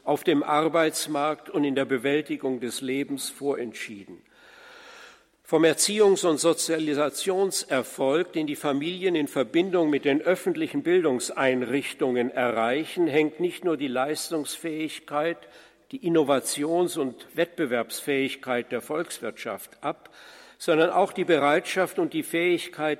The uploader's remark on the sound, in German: Vortragsmitschnitten vom diesjährigen Kongress "Freude am Glauben" und vom "Forum Altötting"